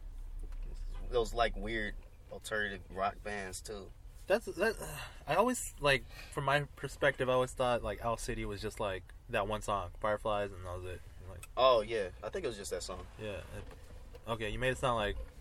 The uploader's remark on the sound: jumps in the car to talk